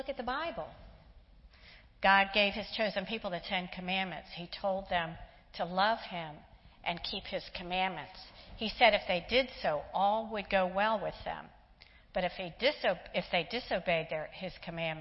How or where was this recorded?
large echoing room